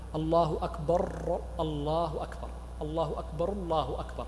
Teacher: فبعض الناس يشدد الراء من الله أكبر، وذلك إذا وصلها بما بعدها · Term: اللحن بزيادة شدة